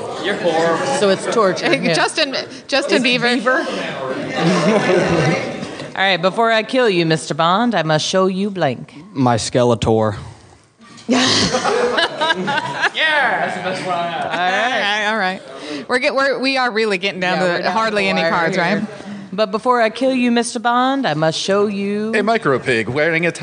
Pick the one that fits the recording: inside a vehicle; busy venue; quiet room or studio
busy venue